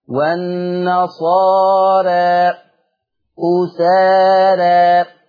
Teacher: الألف مقللة وترتب عليه ان حكم الراء مرققه